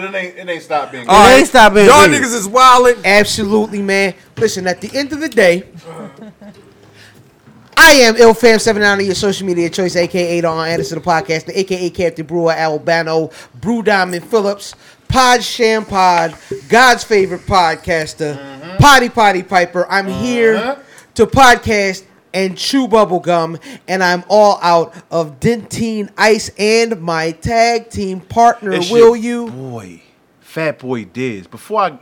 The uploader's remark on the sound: on location live from Kevin's Barbershop